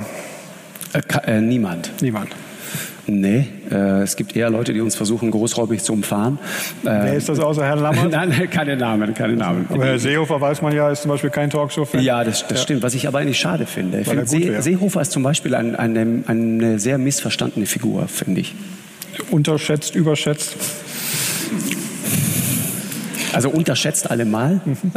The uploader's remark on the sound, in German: Nun war der Moderator zu Gast in Augsburg: Im Live-Interview. Und zog das Publikum mit Geschichten über seine Expeditionen in den Bann. Das ganze Gespräch der Reihe "Augsburger Allgemeine Live".